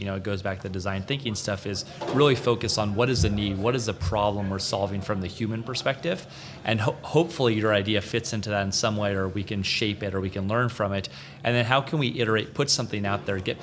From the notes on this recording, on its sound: Live From Agile Midwest.